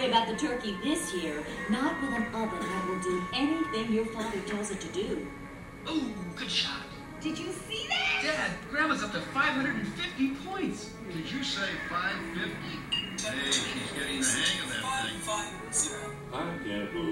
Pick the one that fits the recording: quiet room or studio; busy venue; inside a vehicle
busy venue